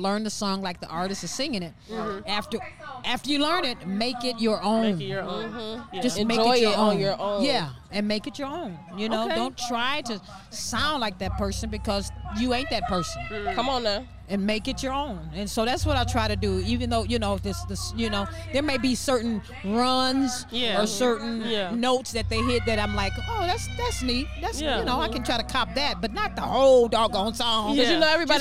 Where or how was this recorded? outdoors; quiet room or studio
outdoors